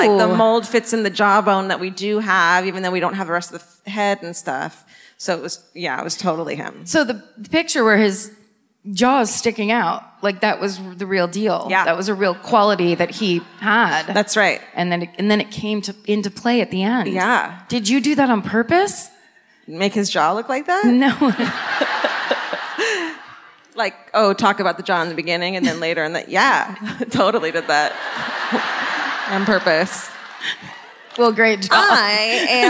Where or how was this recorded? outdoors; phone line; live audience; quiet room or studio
live audience